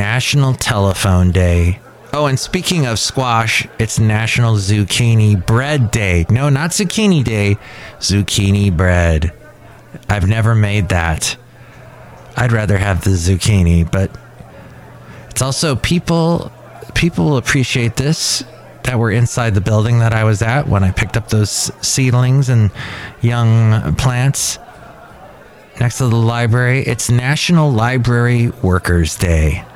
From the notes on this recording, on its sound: podcasts live from Café Anyway